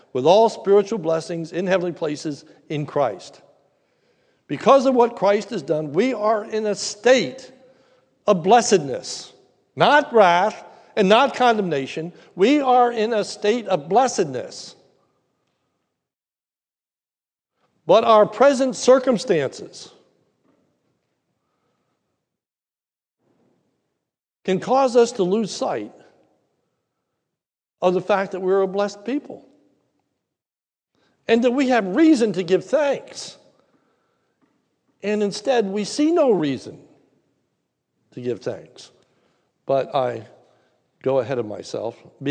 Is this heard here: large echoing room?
yes